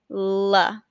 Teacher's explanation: this sound is produced at the alveolar ridge in your mouth, which are those bumps right behind your top teeth · Term: consonant · IPA: /l/